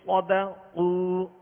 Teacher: صاد میں سیٹی کی آواز بھی ہوگی